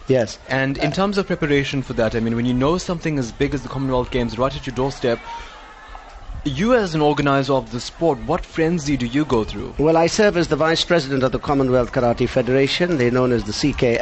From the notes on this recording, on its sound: NewsbreaK Talk LIVE from the SA Karate 2017 Nationals. Live broadcast from the 2017 SA Karate Nationals.